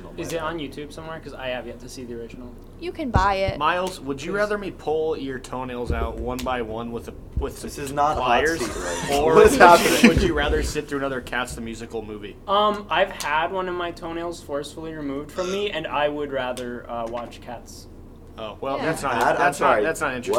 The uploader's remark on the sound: Recorded by the pool table a little too late